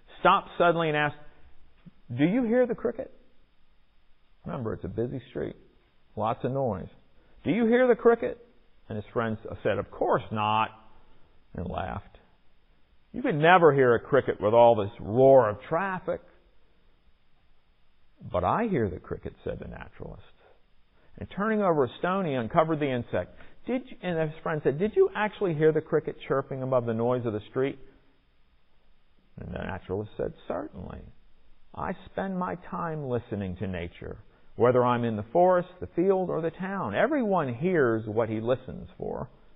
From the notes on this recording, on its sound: Recorded in the MPPC sanctuary on Sunday, November 21, 2021.